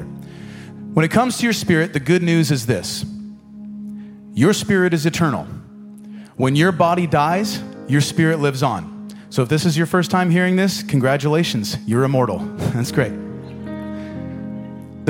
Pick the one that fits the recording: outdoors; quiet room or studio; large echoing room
large echoing room